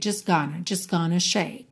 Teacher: Just, você não pronuncia o T.